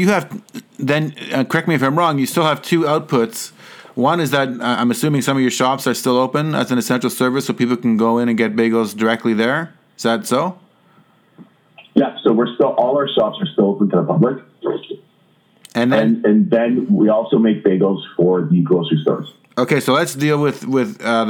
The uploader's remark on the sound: In order to respect social distancing, we spoke on the phone. In order to respect social distancing, we spoke on the phone. While the sound isn’t always great.